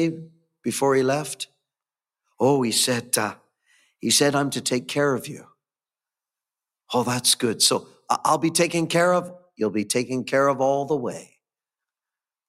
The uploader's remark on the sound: Gospel Audio Recording from Ballyclare Gospel Hall